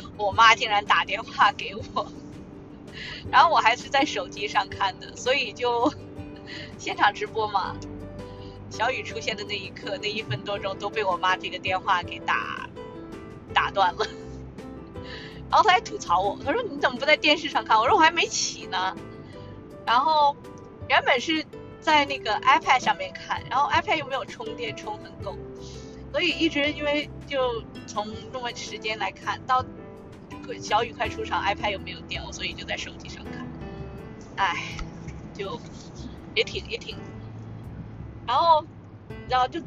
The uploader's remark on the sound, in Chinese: 还是一如既往的渣音质。不剪辑！